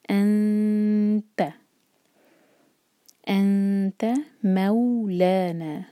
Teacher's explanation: نون ساکن کے بعد تا رہا ہے تو ہم نون کی آواز کو چھپائیں گے اور تا کے لیے زبان تیار کریں گے. ہم پڑھیں گے انت، انت مولانا.